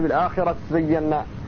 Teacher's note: فالتاء هنا في سورة النملة أدغمت في الزاي